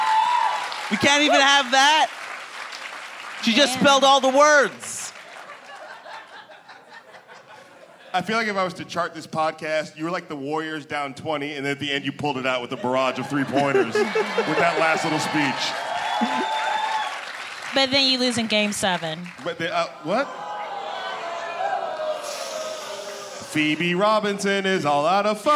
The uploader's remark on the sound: Coming to you LIVE from San Francisco, it’s Politically Re-Active at Comedy Central’s Clusterfest!